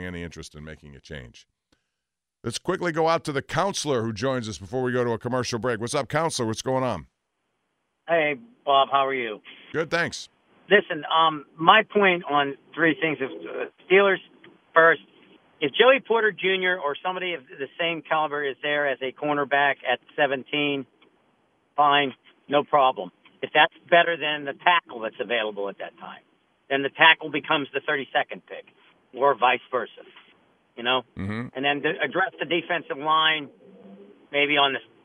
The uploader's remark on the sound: Also, more of YOUR phone calls!